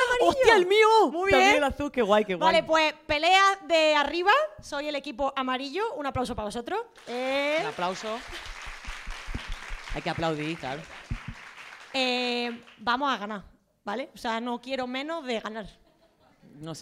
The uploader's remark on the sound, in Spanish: NUESTRO PRIMER PODCAST EN DIRECTO CON PÚBLICO! No había mejor manera para cerrar esta tercera que haciendolo en directo en el Teatro del barrio de Madrid.